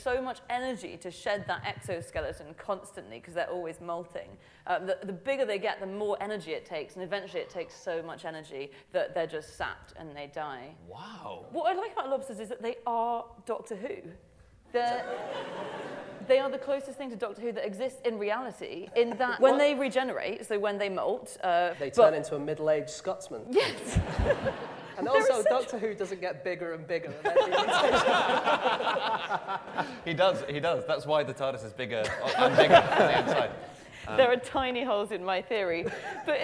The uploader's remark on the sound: Live from the London Podcast Festival